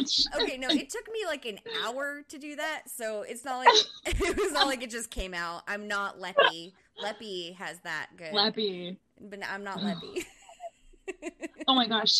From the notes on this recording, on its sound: First Live Event! We had some technical difficulties because we were too excited to wait another week to work them out. From Santa Monica, California. From Oklahoma City, Oklahoma.